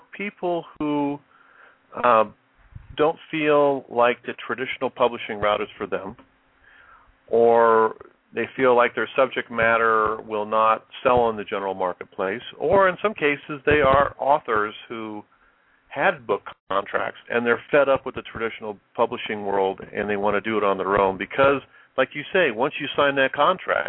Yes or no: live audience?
no